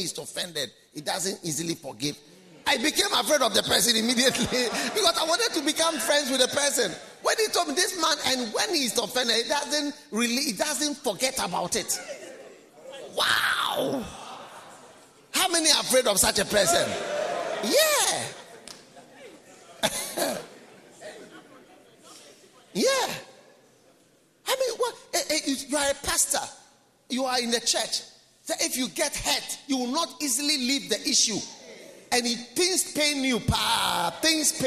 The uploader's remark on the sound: Preached at the Nerelugu Pastors‘ Conference